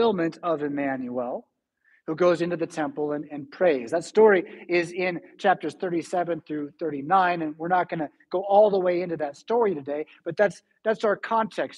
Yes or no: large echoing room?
yes